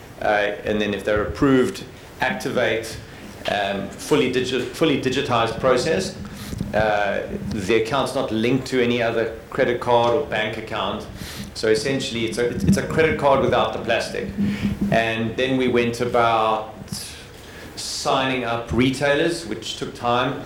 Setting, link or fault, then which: setting, busy venue